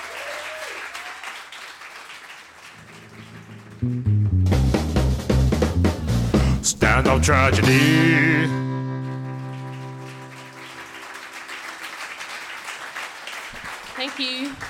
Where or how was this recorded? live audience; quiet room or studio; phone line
live audience